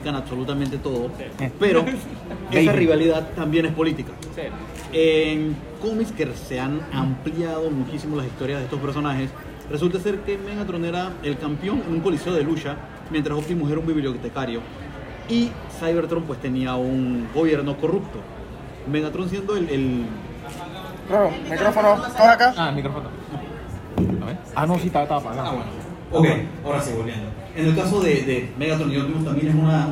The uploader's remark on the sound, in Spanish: Panel Archienemigos Comic Con Panama 2022